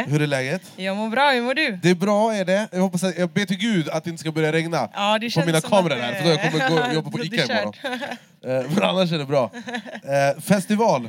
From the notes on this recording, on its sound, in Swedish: LIVE FRÅN LOLLAPALOOZA! Inspelad från Coke Studio på Lollapalooza Stockholm.